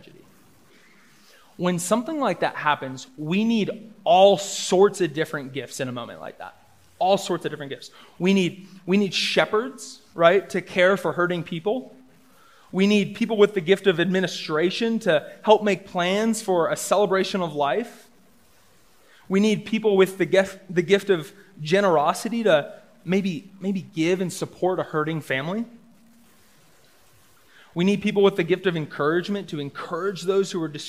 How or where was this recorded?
live audience